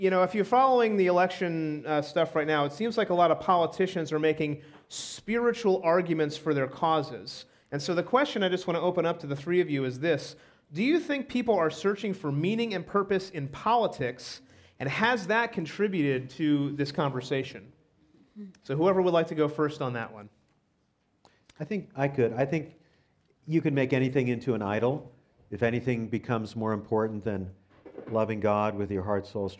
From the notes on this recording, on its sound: This episode was recorded at our live Underground Sessions event on October 5, 2019. This episode featured panel responses to audience questions.